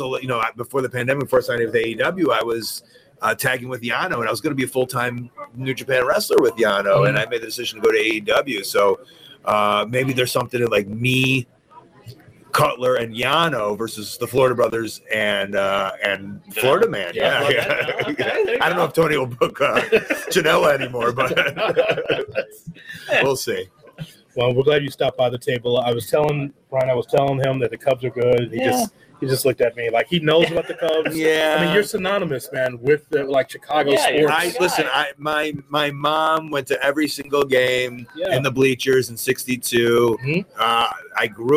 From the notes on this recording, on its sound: live from Starrcast in Chicago